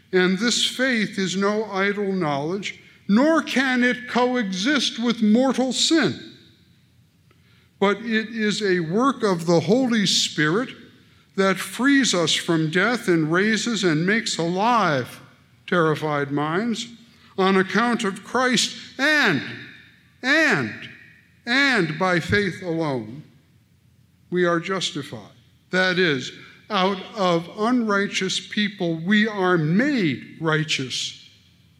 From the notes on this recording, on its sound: at the Braaten-Benne Lectures in Theology in Indianapolis on August 6, 2019.